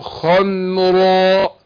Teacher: الميم مرققة وقعت بالمفخمين الخاء والراء. هو الخن خن راء مش خم خم راء مفخم كله وتيجي الميم تتاخد في مع المفخمين، لا عايزين هي رقيقة فعايزين الرقاقة، فهو الخن راء.